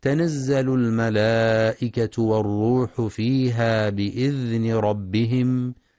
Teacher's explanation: وفي قوله سبحانه: تنزل الملائكة والروح فيها بإذن ربهم، بإذن ربهم من كل أمر، يخطئ بعض الطلاب فيقرأ تنزل بتاءين تتنزل، والصواب أنها بتاء واحدة. وينتبه القارئ للمد المتصل في الملائكة ولصفة الرخاوة في الذال في بإذن، مع مراعاة إدغام المثلين الصغير في بإذن ربهم من.